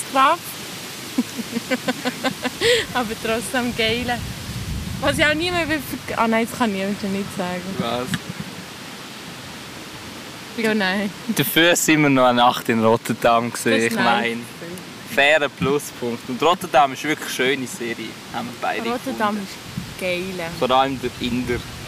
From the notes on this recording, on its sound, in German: Haben live im Schanzenpark gelabert. Es ist sehr windig und sobald man sich an das Rauschen im Hintergrund gewöhnt hat, ist die Folge auch schon wieder vorbei.